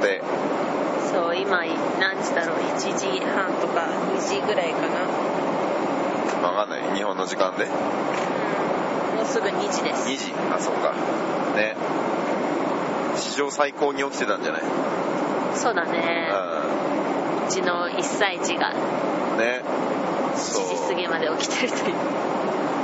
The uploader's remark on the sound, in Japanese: 渡航の飛行機で割りと疲れてる状態で。今回は飛行機の中なので、音声がちょっとうるさいです。